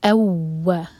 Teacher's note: اس کو nasal sound نہیں دینا، یہ ادغام غنہ کے ساتھ نہیں ہے